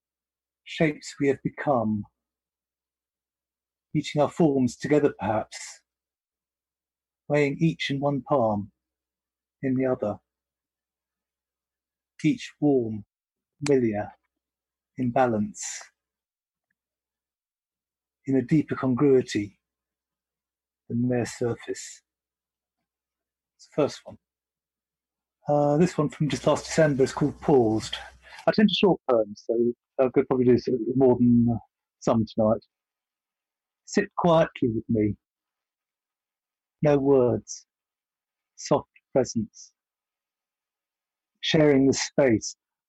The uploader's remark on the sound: Their first virtual get together during the coronavirus lockdown. Are joined by a small number of participants for this initial virtual gathering.